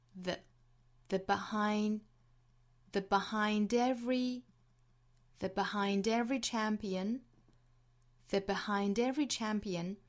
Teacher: that 后面的 t 略掉，这个词在做弱读